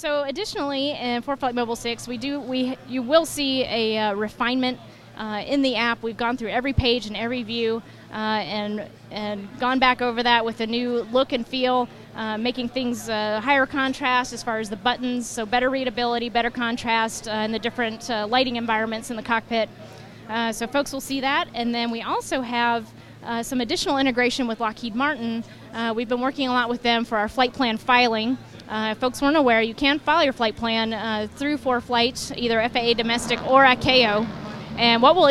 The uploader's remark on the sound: We interview ForeFlight at SUN &#8216;n FUN 2014. We interview ForeFlight at SUN ‘n FUN 2014 about their brand new update for iPhone and iPad.